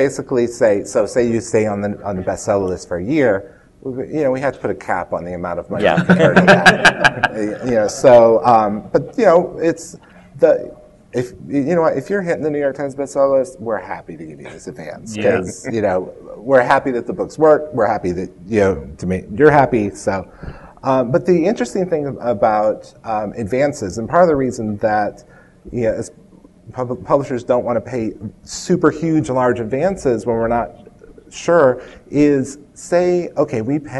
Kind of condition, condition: setting, live audience